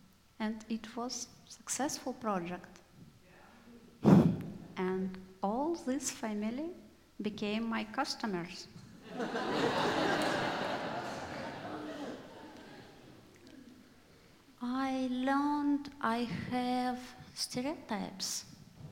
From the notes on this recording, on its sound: IMMIGRANT AND REFUGEE SHOW. Live at The Old Church Concert Hall in Portland, OR Portland Story Theater.